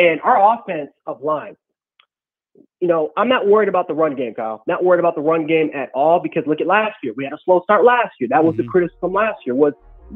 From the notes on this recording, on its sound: takes your calls on the BamaInsider Call-in show